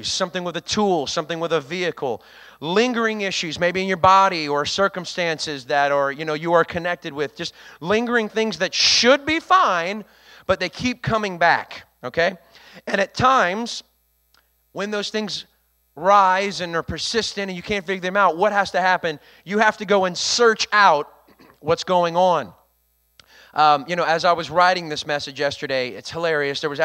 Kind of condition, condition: setting, large echoing room